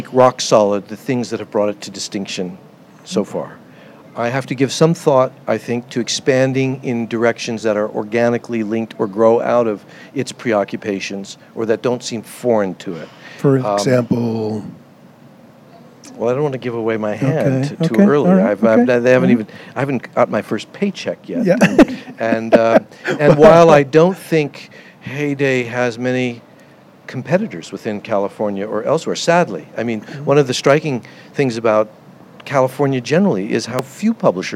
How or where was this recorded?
busy venue